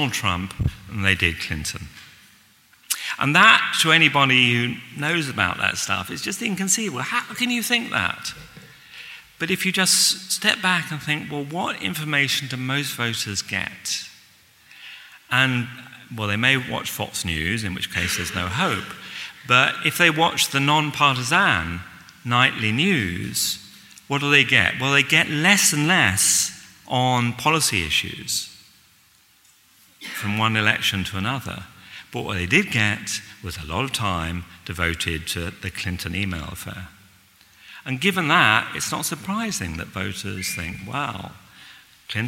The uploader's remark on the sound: This week, we bring you a recording of this year's New Statesman and Speri prize lecture.